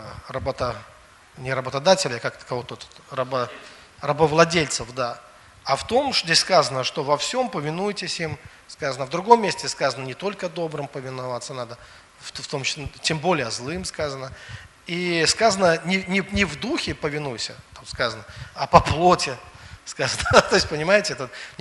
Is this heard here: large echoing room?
yes